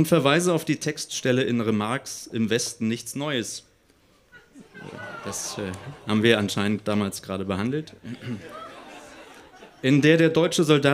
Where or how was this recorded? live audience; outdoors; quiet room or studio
live audience